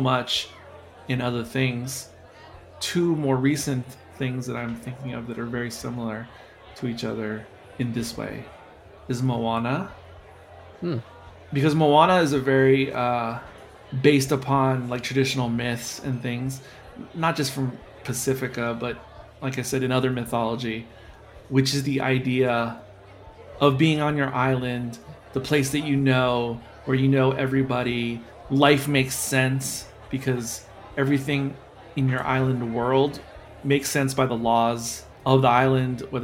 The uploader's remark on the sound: This discussion was filmed in front of a live bar-side audience on Feb.